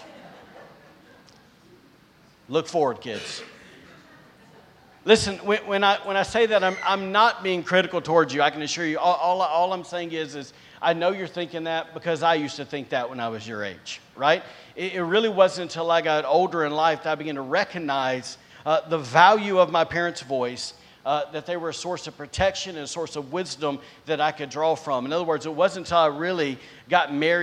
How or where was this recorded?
large echoing room